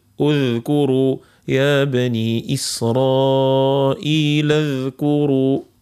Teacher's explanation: الذال فيها صفة الرخاوة، وش معناها الرخاوة؟ معناها تاخذ وقتها